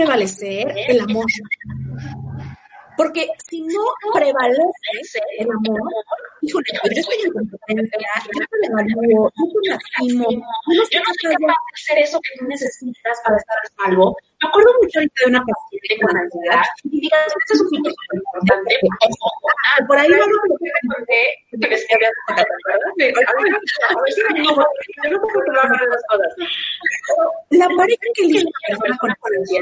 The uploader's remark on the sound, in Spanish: El audio de este episodio no es el mejor